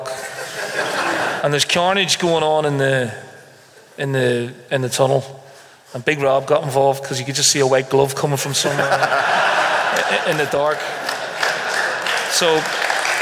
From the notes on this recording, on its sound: filmed in front of a live audience